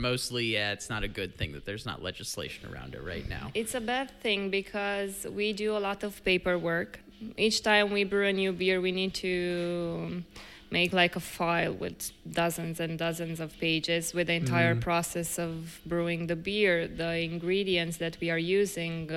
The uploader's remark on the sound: Live from Oriel Beer in Bucharest, Romania